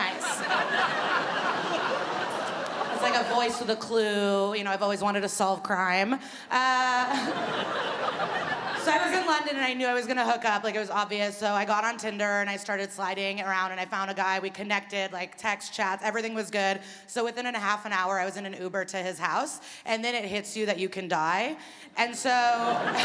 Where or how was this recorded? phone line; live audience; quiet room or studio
live audience